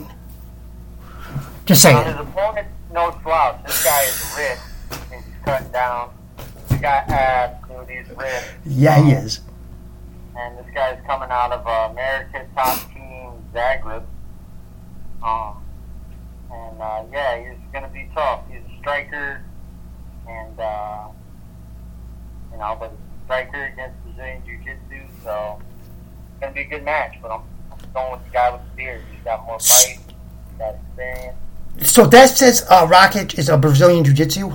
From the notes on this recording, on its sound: The Audio will get fixed hopefully soon